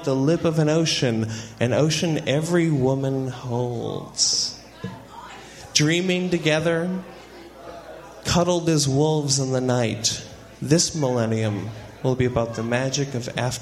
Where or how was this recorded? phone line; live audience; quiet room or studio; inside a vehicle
live audience